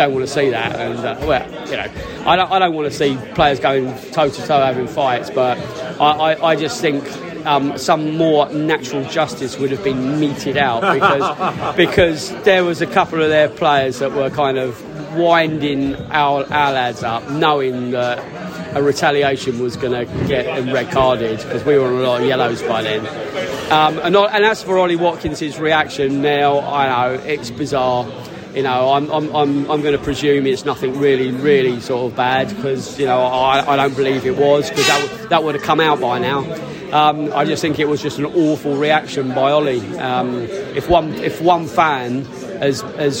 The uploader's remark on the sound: post-match podcast from the stands